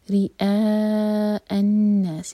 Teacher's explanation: حمزہ کا cut off sound clear آئے ریا نہیں ہے یہ ریا الناس یہ ہے مد متصل تو